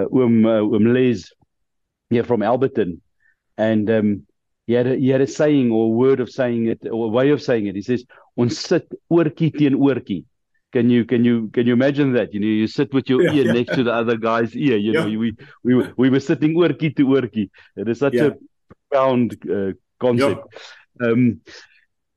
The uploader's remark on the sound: The Transformation Table Zoom Meeting 23 Nov 2023